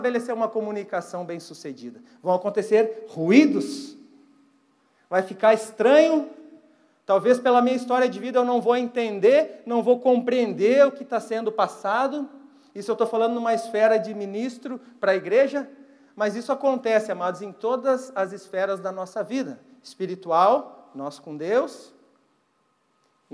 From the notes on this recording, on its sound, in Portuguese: Mensagem ministrada ao vivo na Igreja Evangélica Verbo da Vida Porto Alegre - RS